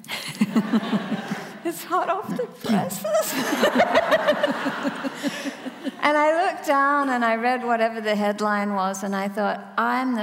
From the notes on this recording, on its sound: In this special event for Sydney Writers' Festival